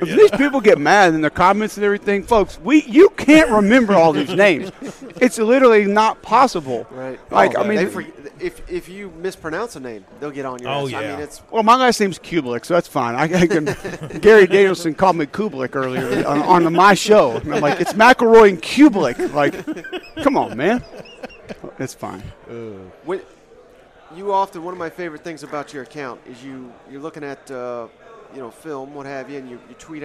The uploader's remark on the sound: Live during 2023 SEC Media Days in Nashville.